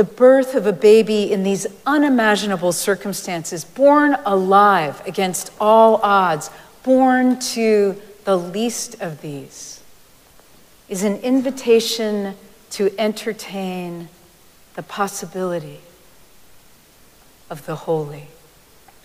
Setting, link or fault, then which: setting, large echoing room